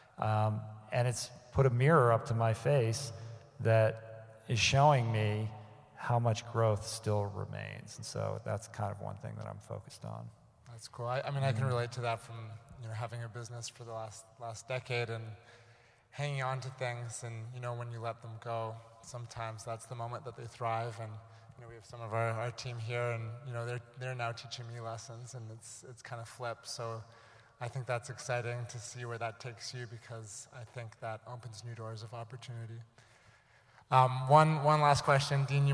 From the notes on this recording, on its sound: recorded live in front of an audience